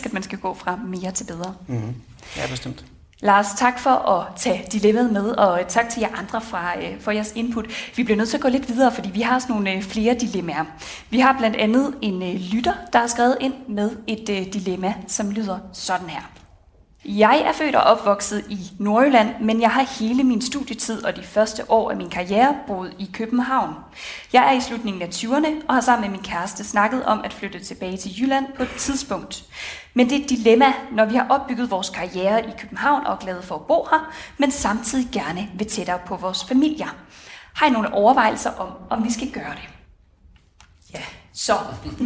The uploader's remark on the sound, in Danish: LIVE-udgave. Episoden er optaget i Musikkens Hus under Vigeur LIVE, som var et arrangement fyldt med spændende oplæg og inspirerende mennesker.